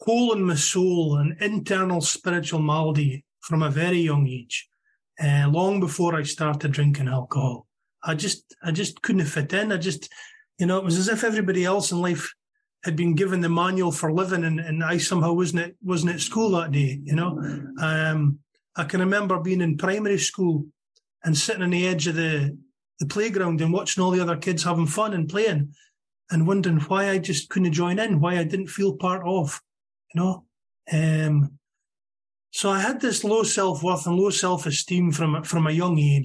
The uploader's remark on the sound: Meeting held on zoom. From Aberdeen Scotland.